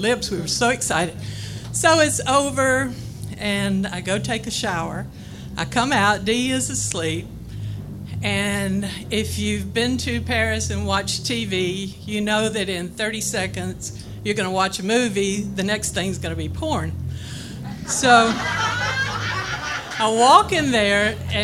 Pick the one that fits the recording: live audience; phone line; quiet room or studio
live audience